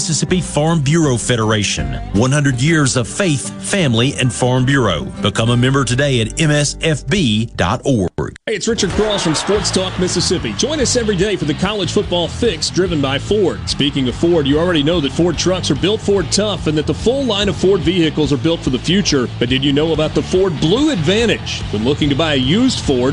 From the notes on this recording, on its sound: joins the conversation LIVE from Atlanta at SEC Media Days